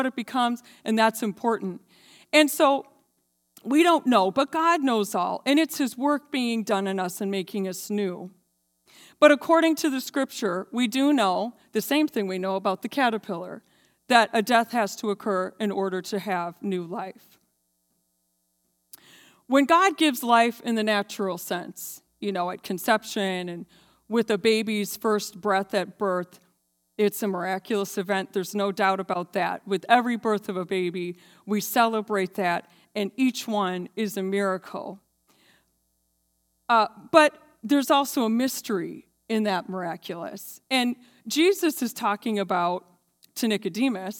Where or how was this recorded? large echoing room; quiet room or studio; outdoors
large echoing room